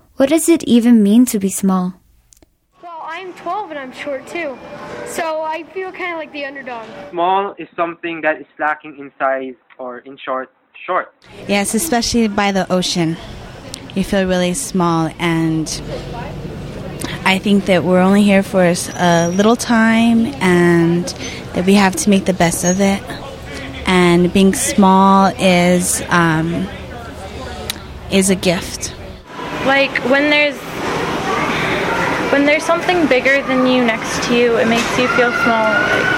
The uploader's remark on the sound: On a field trip to Albuquerque. Stood on the street with a tape recorder, asking strangers.